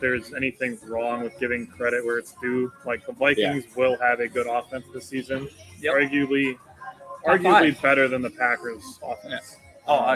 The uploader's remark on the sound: LIVE SHOW! We are back on a Sunday Gameday special at Gameday Sports Bar in Appleton.